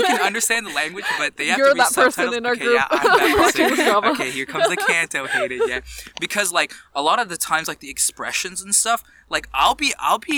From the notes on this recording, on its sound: Please expect audio quality issues as we recorded this episode outdoors for a safe socially distant guest edition!